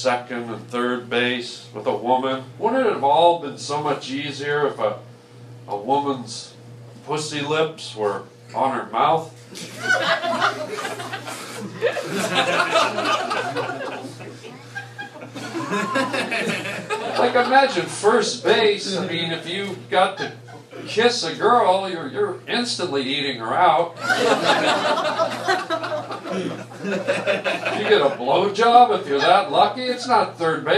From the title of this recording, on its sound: live STAND UP comedy and interview